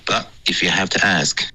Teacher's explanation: but 结尾呢没有顶舌尖，你说的是 but 的这个音，感觉是用了一个喉音停顿